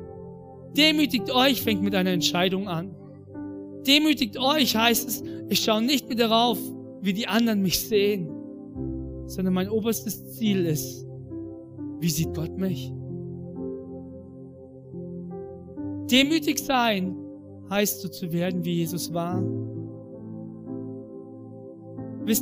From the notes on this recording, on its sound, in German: In der Life Church Ansbach.